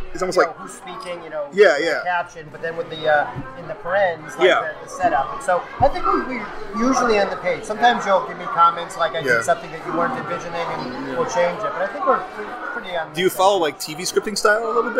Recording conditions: busy venue